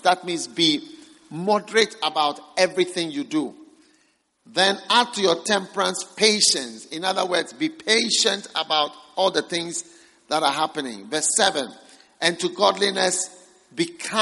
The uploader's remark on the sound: Preached at the First Love Center.